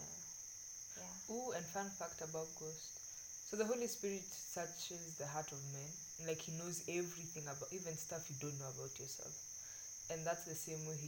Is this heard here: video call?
no